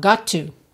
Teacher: percebe essa junção de got to, junta num T só